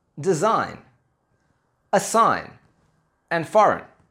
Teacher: In these words, again, we don't say the G. We only say the N.